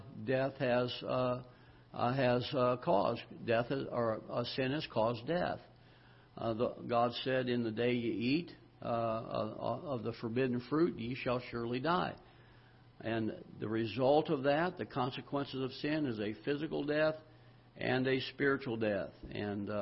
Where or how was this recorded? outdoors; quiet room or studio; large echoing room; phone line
large echoing room